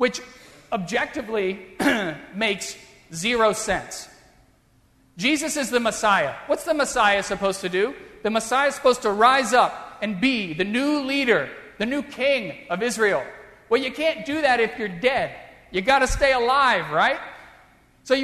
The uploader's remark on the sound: during the Heritage service (10:30 am) on Sunday June 19, 2016, at First Presbyterian Church of Arlington Heights, Illinois.